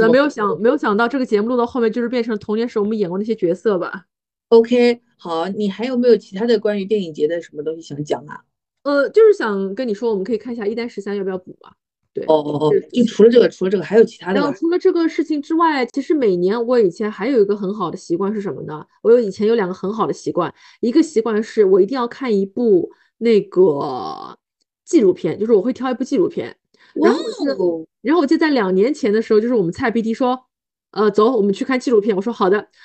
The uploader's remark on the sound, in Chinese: 本期节目是线上录制，音质欠佳，先抱歉了